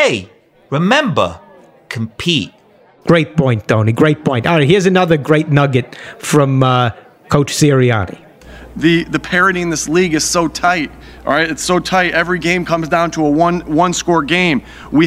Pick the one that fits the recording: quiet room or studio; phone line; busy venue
busy venue